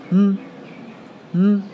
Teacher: 在尾音的时候发 M，M，也就是嘴巴不张开